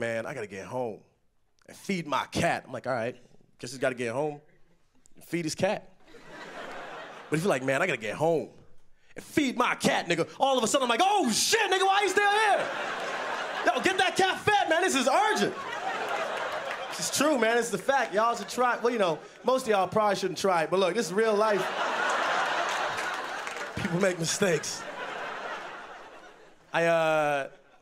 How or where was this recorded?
live audience